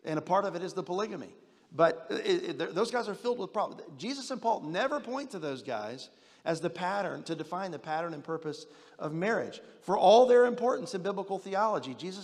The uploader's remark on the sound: General Session X from the 2023 Shepherds 360 Conference